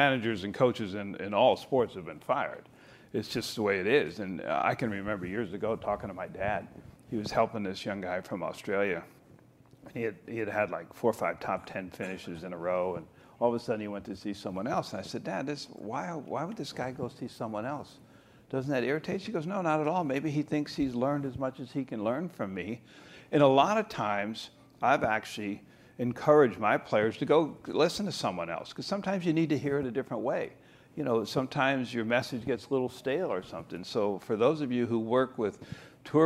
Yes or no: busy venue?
yes